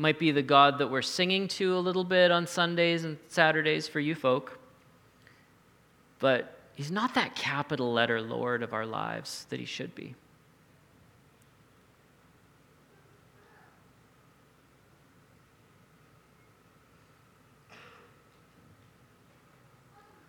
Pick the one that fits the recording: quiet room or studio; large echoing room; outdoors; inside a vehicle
large echoing room